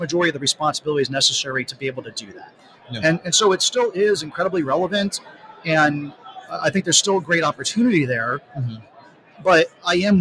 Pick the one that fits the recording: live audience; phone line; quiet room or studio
live audience